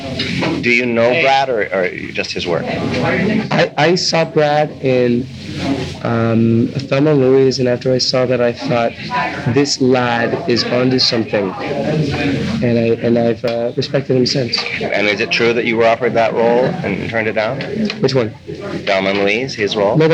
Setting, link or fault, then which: fault, background noise